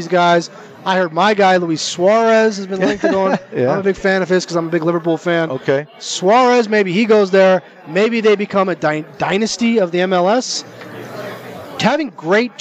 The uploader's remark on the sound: Live from the Super Book at the Westgate Las Vegas